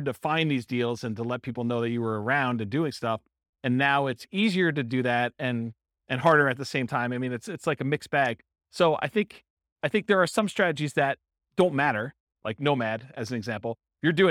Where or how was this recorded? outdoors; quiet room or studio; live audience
live audience